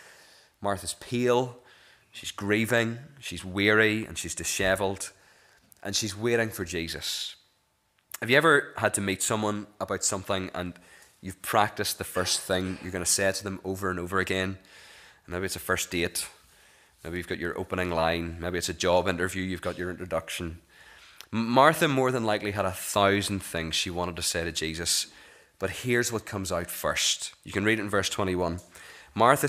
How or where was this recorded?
large echoing room